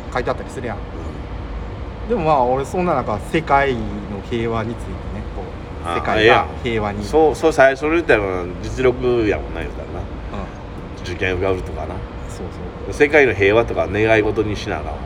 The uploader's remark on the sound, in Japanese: 公園撮りで雑音と急なカットインはご愛嬌でお願いします